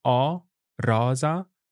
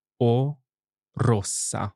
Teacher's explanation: I'm saying rosa with an open O and rossa with a closed O sound.